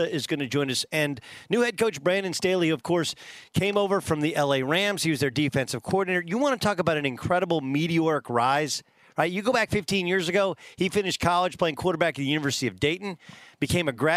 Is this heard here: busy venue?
yes